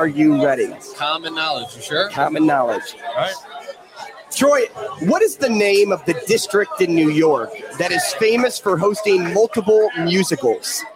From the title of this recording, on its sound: Live at Rocco's